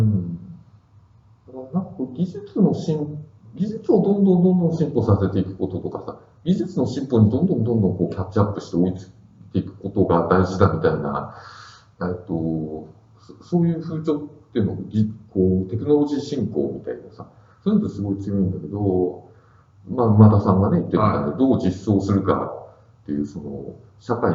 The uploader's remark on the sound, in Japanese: 旧マイクで音声ややわるいです